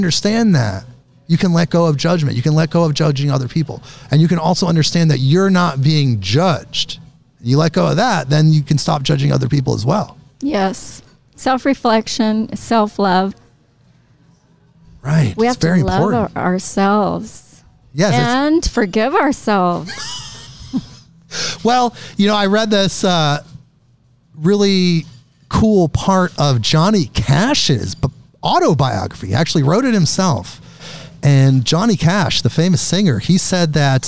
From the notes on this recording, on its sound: In this episode I record live at the haunted White Eagle Saloon in Portland, Or